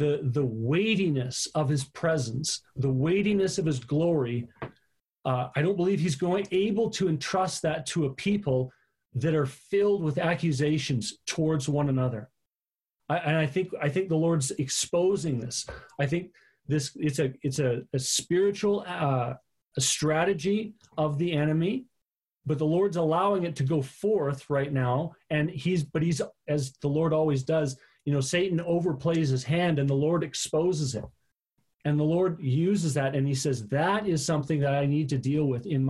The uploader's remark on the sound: Live on zoom for our September Online Gathering.